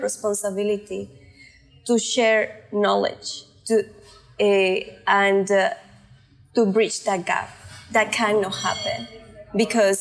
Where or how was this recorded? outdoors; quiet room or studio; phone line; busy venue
busy venue